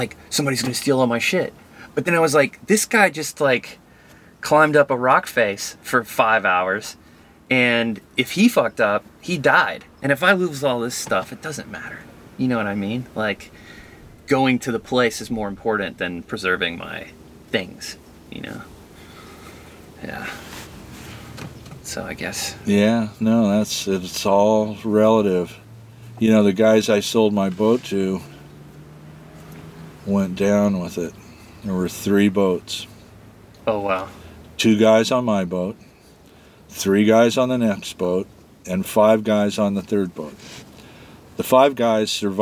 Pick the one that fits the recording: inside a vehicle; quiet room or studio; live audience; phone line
inside a vehicle